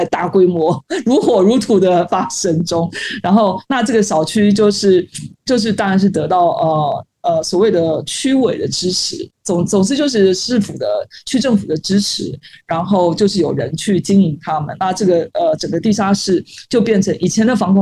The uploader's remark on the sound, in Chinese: 本次錄音為海外連線，音質較差，請聽眾朋友多多包涵。